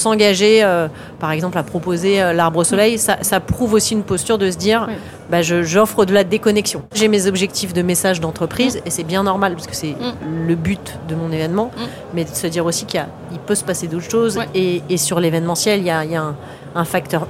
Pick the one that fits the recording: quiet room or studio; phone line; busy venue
busy venue